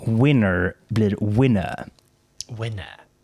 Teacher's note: eh, till exempel så eh, gör man i eh, Storbritannien så att man, om ett ord slutar på R, så säger man inte det R-et, utan man bara låter det flyta iväg. · Term: transatlantic eh, accent